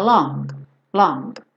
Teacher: Esse G, ele praticamente não aparece, por isso eu coloquei ele de cinza.